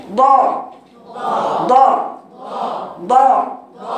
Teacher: بعيد عن لسان عن لسانك بتقولي ضاء، المفروض انت بتقراي الضاد الصوت كله ماشي عند سقف الحنك لانه حرف مطبق يعني صوته من فوق